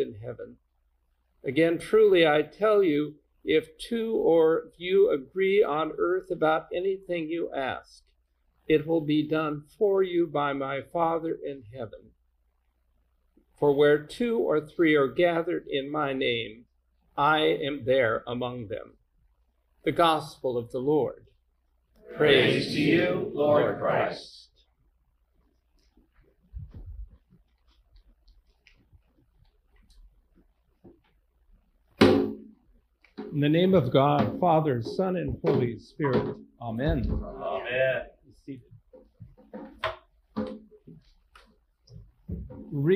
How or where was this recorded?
large echoing room